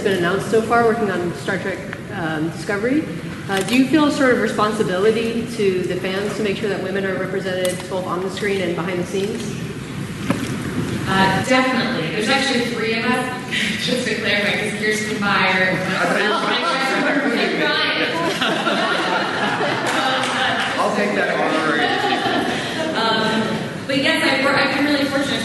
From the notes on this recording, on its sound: SDCC Star Trek 50th Anniversary Press Conference. This was a press invite only session at the Bayfront Hilton after Hall H.